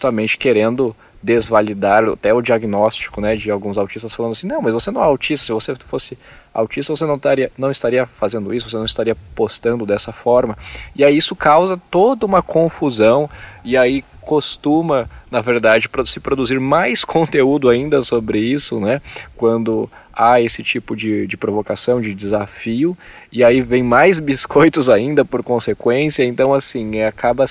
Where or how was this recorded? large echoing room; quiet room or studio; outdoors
outdoors